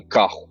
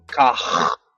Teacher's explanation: Aliás, que nos Açores, o português dos Açores lembra um pouco o francês, porque teve muito tempo colonização francesa nos Açores, então eles, o sotaque deles lembra um pouco o sotaque do francês. Por exemplo, carro, eles não falam carro, eles falam car, sabe, com biquinho · Shown in: second take